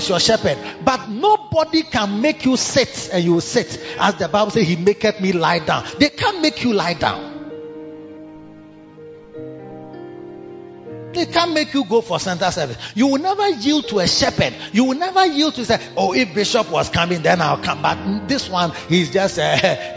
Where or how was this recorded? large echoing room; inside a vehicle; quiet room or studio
large echoing room